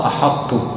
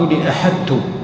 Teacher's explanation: أدغمت الطاء في التاء على الأصل لكن أبقيت صفة الإطباق · Shown in: first take